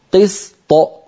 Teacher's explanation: ألصقت لساني على مخرج الطاء من غير صوت، ثم باعدت بين اللسان وغار الحنك بصوت · Term: الطاء المقلقلة